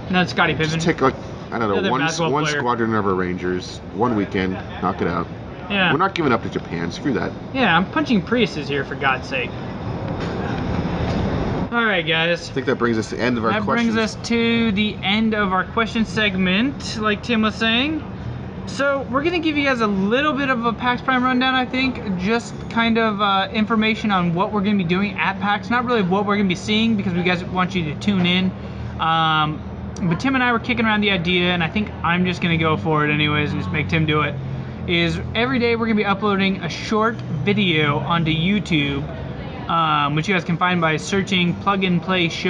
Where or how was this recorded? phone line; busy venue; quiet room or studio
busy venue